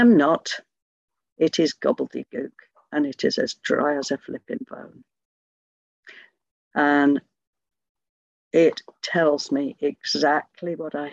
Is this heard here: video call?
yes